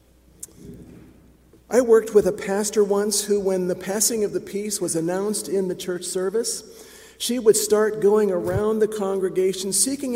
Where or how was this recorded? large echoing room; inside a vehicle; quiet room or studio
large echoing room